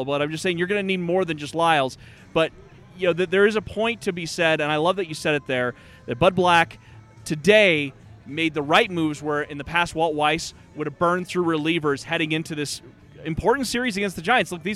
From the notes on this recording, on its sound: recorded live on the rooftop at Tap Fourteen downtown in LoDo